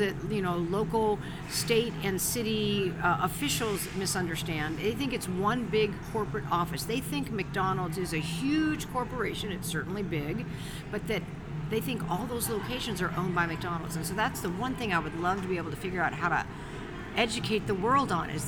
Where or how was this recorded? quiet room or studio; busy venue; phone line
busy venue